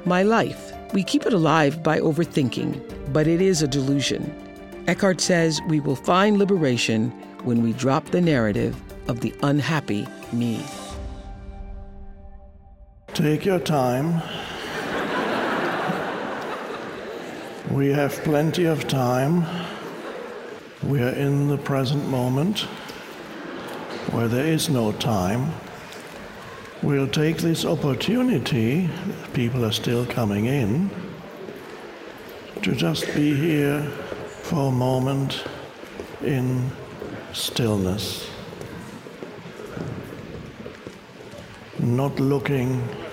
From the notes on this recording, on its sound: Talks to an audience in Budapest, Hungary. The crowd erupts with laughter and applause when he speaks a few words in Hungarian.